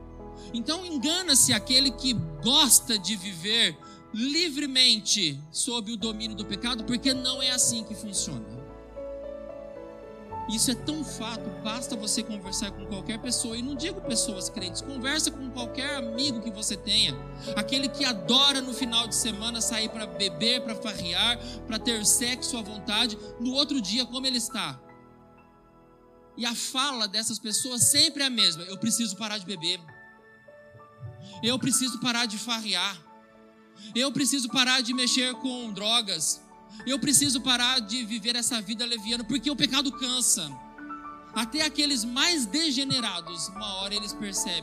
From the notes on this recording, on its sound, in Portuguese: Gravado em 20/02/2022 na IPB em Santo Anastácio|SP.